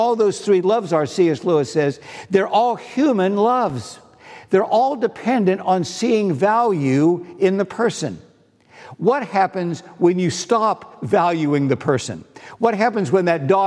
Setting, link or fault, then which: setting, large echoing room